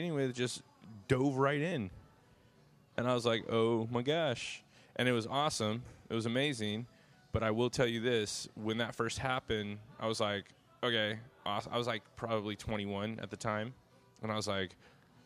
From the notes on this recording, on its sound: This weeks band comes to us live from the Mercy Lounge in Nashville TN.